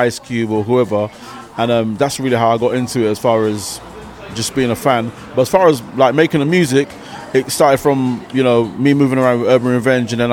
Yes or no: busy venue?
yes